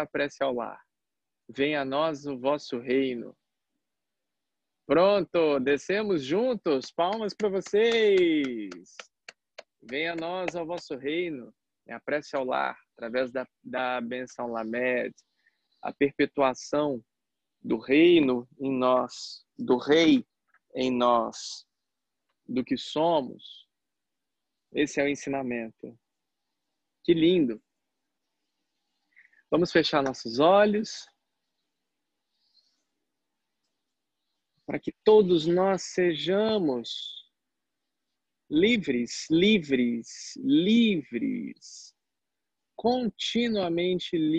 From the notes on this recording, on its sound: Online via Zoom.